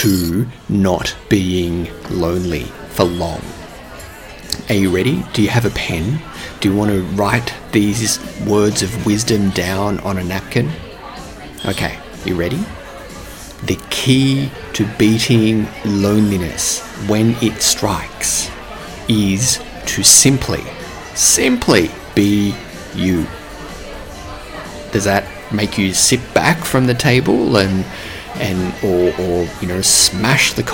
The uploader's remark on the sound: Sounds recorded with permission at Prefab Eatery, Wellington